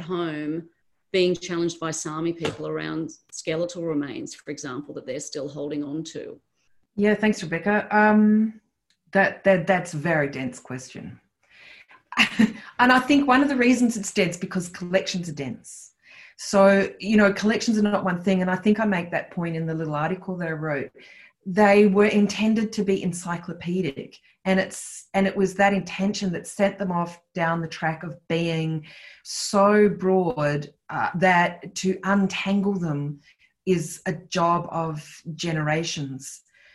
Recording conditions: video call